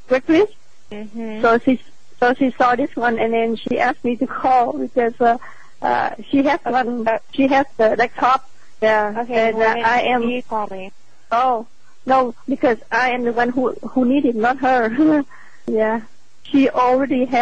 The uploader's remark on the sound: Prank Phone Calls Collection